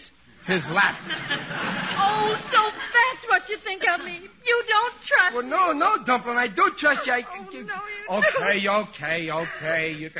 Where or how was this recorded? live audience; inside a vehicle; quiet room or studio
live audience